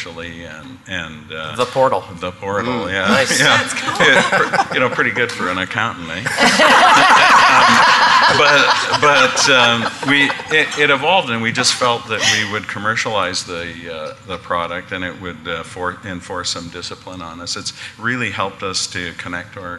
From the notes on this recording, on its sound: Live Broadcast at the The IPBC IGNITE Conference